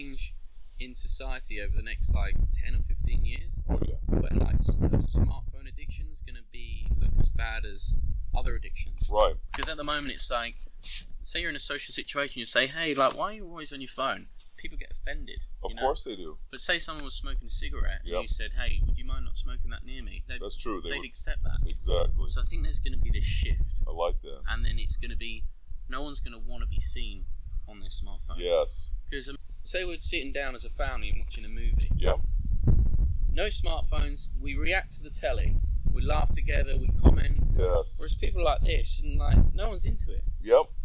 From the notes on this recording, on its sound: Please forgive me because we decided to record outside and I forgot to bring my wind protection gear for my voice recorder. You will notice heavy wind from time to time.